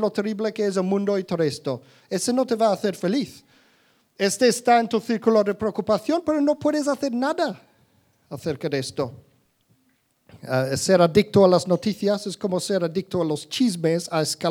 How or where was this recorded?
live audience